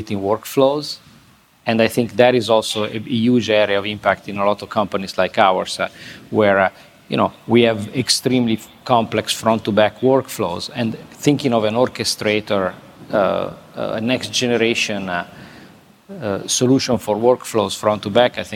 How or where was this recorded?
busy venue